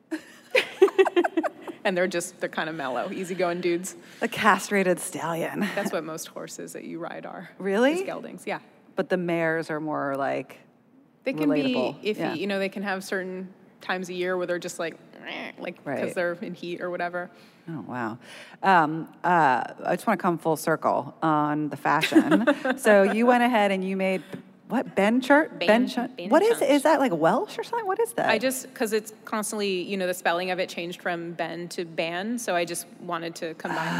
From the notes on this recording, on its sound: At the 2019 Werk It Festival keynote. Werk It: The Podcast is the ICYMI version of the live event. Both the festival and the podcast are produced by WNYC Studios.